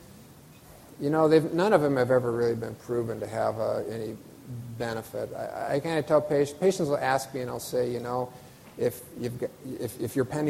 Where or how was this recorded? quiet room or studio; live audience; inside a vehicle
live audience